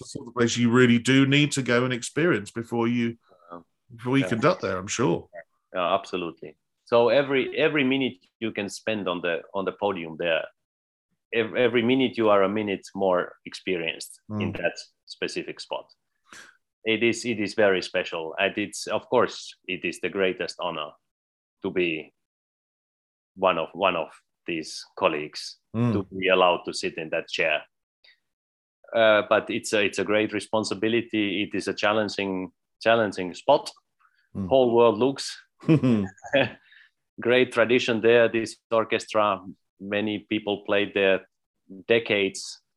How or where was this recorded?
video call